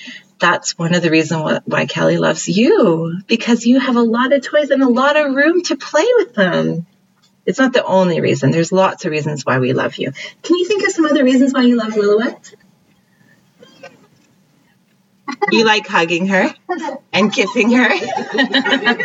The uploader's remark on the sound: Sound quality on this episode is a bit iffy as we are still learning about mic set up and editing.